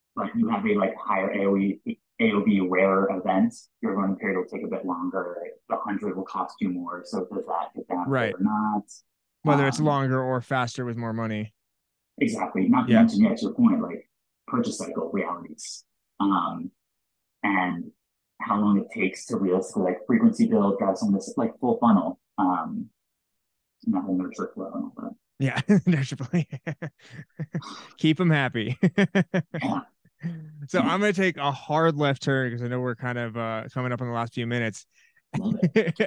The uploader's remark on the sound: APOLOGIES ON THE AUDIO QUALITY